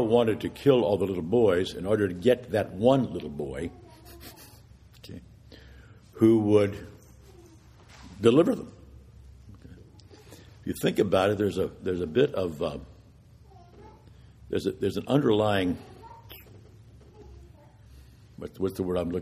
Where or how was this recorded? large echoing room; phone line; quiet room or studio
large echoing room